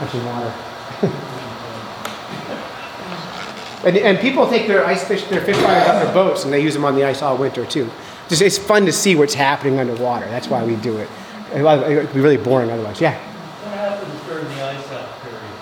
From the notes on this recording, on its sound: This week we were invited to give a lecture called "Life Under the Ice" at Tin Mountain Conservation Center.